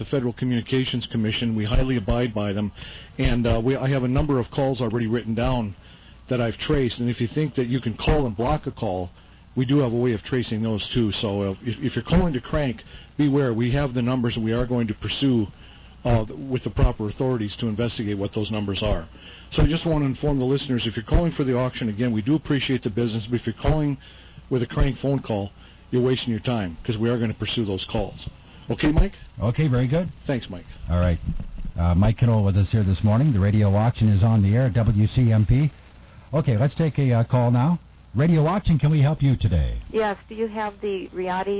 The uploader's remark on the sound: Personal Prank Phone Calls Collection.